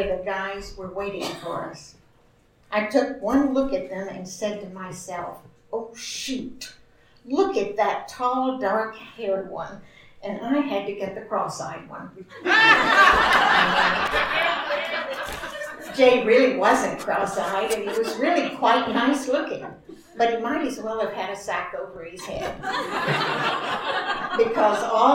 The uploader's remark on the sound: Tenx9 is s a live storytelling evening held in Belfast's Black Box. Nine people with up to ten minute to tell a true story from their own life.